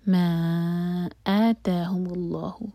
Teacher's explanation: اللہ تعالیٰ کے نام میں جو لام ہے وہ منہ بھر کر پڑھا جائے گا